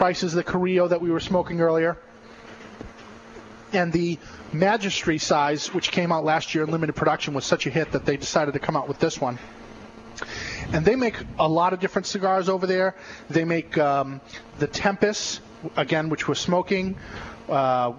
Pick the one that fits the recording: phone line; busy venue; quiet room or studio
busy venue